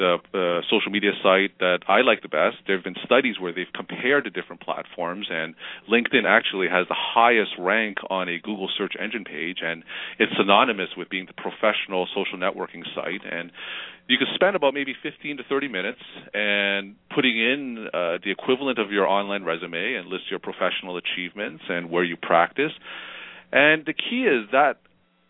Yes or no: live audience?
no